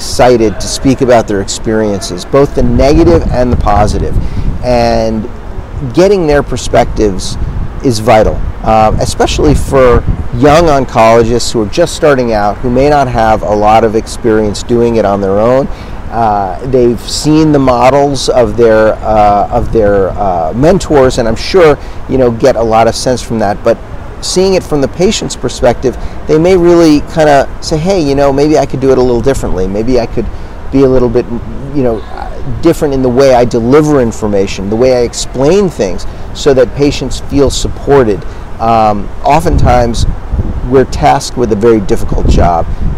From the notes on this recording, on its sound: live podcast from the 2023 American Society of Clinical Oncology (ASCO) Annual Meeting